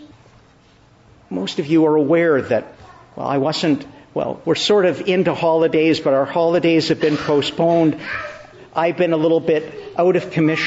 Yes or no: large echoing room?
yes